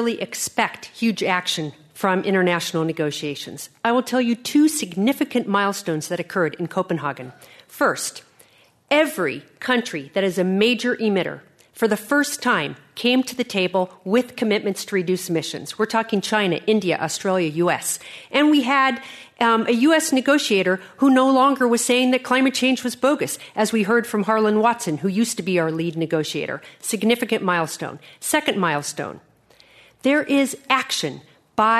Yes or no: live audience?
yes